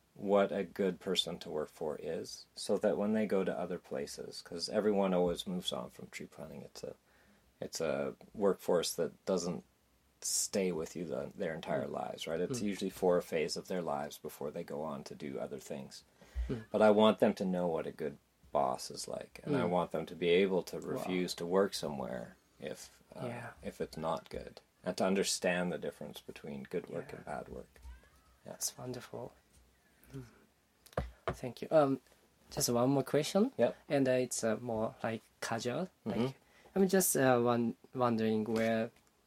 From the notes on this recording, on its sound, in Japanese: 音声が前回のエピソードより大きめです。